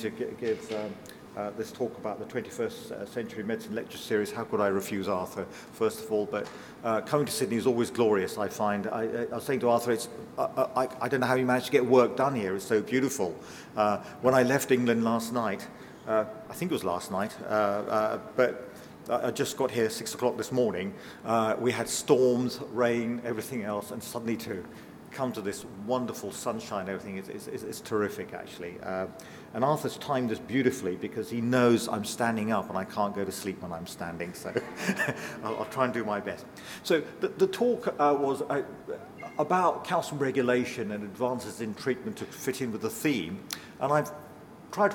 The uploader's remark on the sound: delivers a lecture in the 21st Century Medicine series of public lectures